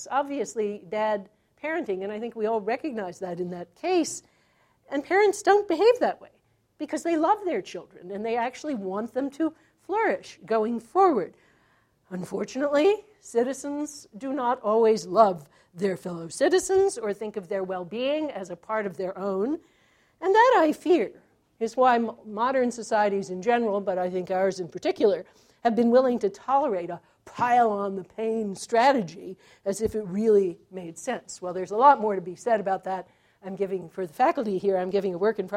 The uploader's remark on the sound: This talk was recorded January 14, 2014 as part of the Chicago's Best Ideas lecture series.